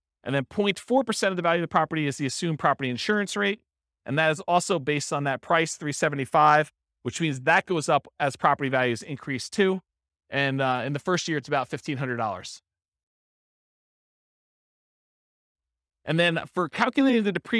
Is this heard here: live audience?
yes